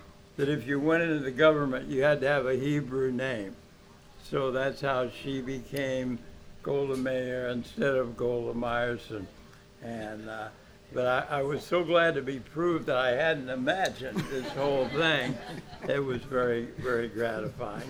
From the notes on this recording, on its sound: Recorded live at the legendary Red Key Tavern, September 19, 2016